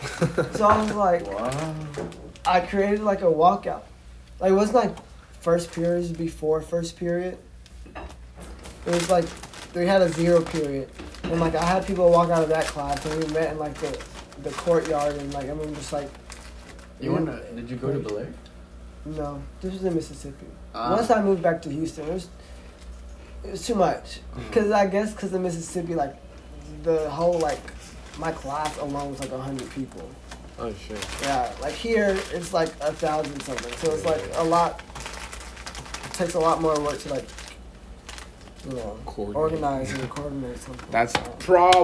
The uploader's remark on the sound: WARNING: a lot of background noises.